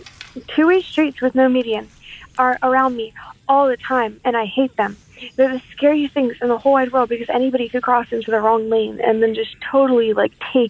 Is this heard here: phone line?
yes